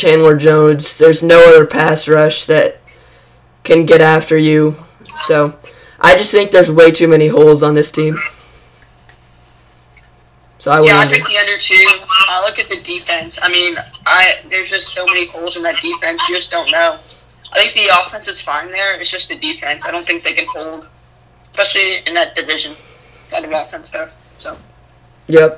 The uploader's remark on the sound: Sorry about poor audio.